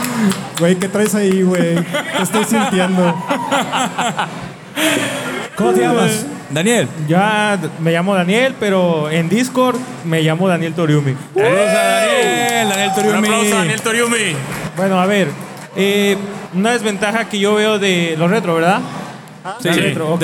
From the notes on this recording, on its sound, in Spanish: junto con la ayuda de nuestro increíble público en vivo